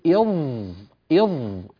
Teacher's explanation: إذ ظلموا، تصير إظ، انتهت الذال وانقلبت إلى ظاء